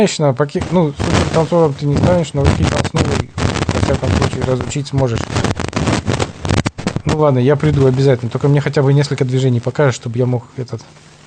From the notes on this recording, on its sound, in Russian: Испорчен звук. Снова звук в этом эпизоде хуже чем обычно.